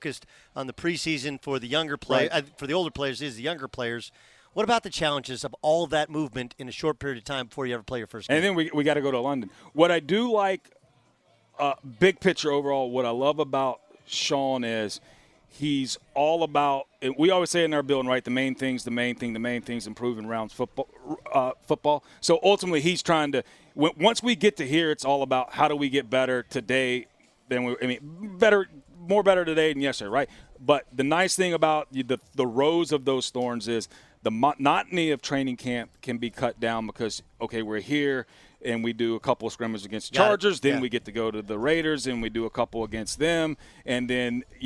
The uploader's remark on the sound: Broadcasting live from Rams Training Camp at UC Irvine